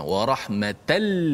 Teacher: Tapi bila jumpa dengan lam kita bacanya dengan irgha. Masukkan tanwin itu dalam lam · Term: idgham bilangunah